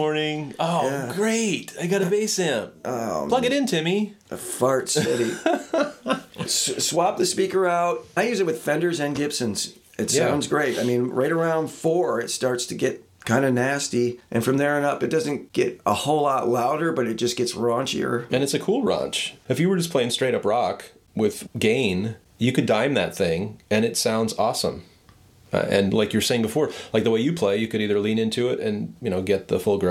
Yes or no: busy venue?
no